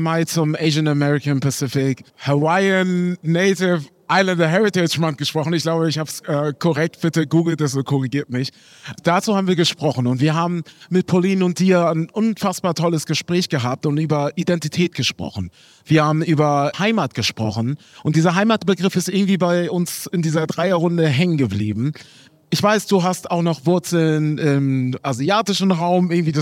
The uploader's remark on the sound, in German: LIVE aus der US-Botschaft in Berlin